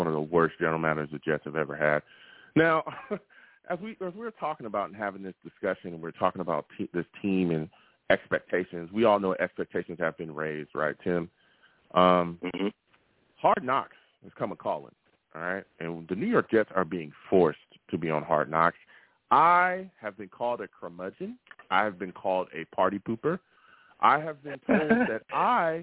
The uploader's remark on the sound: I take live callers!